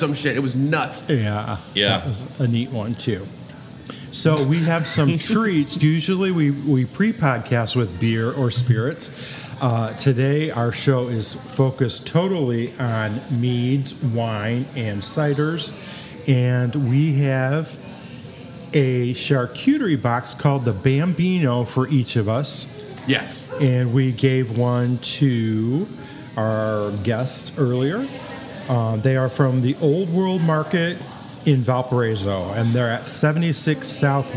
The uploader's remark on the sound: Live from Manic Meadery. We wrapped up our third season with an on location tasting at Manic Meadery.